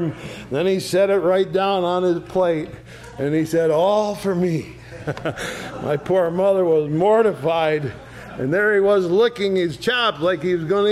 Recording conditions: large echoing room